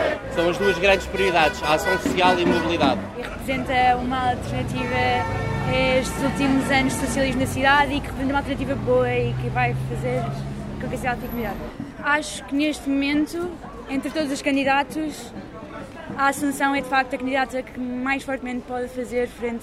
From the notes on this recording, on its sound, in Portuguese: Na recta final da campanha para as eleições autárquicas, o Poder Público saiu à rua para acompanhar as caravanas de três candidatos à Câmara de Lisboa.